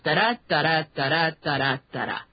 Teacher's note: You have a stressed and an unstressed syllable, and you have five of those. Da-da, da-da, da-da, da-da, da-da. · Term: iambic pentameter